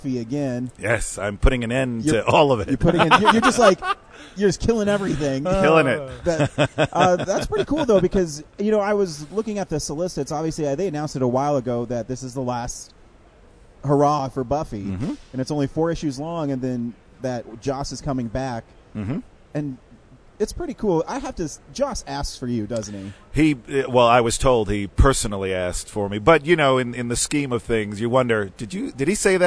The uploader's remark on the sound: at Denver Comic Con 2018